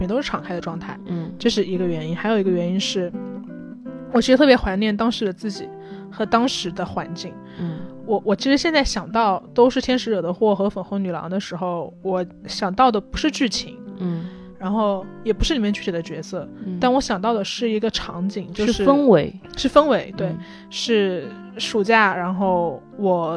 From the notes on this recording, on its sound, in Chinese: 本期是我们在床上拿着话筒录的，有电流声